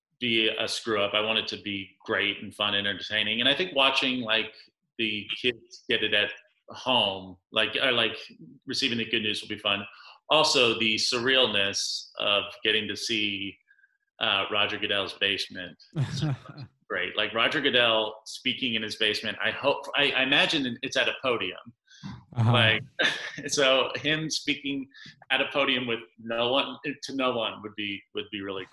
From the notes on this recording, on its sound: Got on a Zoom and did a virtual mock draft.